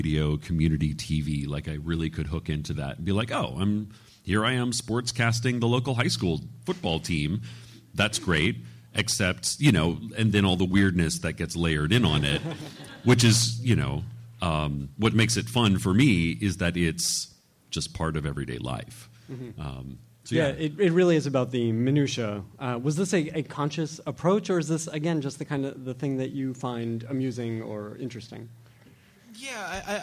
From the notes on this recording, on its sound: Recorded at NY Comic Con